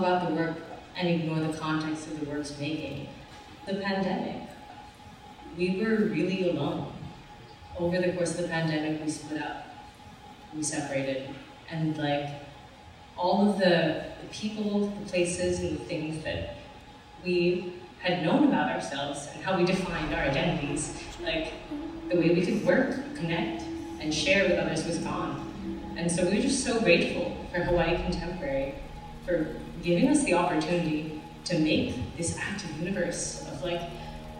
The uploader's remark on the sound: Toqa recently held a Panel, Pop-up and Party at the very conducive Kaimana Hotel (apparently under enlightened management.) Youʻre dropping into toqaʻs installation at Foster Garden and hearing the panel at the Pop-up Party. Tough audio?